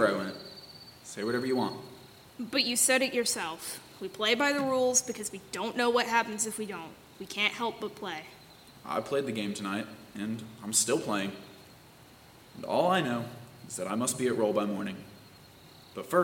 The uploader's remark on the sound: It was recorded in front of a live audience. By Thespian Troupe 4592 of Madison High School in Middletown, Ohio. Sound effects and music: Mixkit.co.